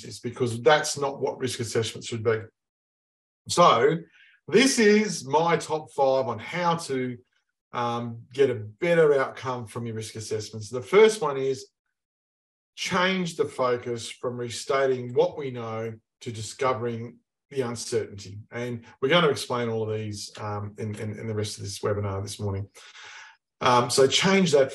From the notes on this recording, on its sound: In this webinar